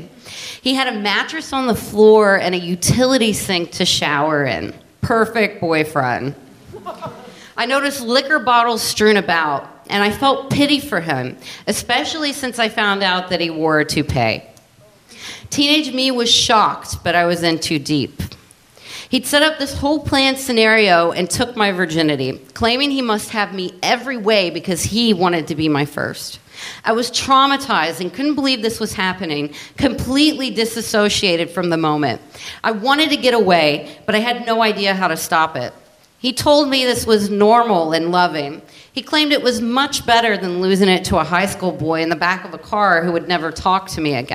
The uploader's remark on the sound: Live at the Bell House 2! Share true stories at the Bell House in Brooklyn.